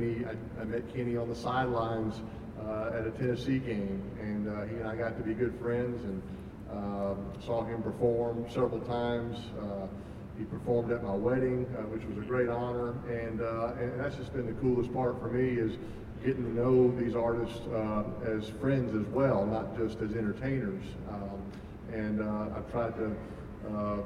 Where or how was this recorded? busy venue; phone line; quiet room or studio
busy venue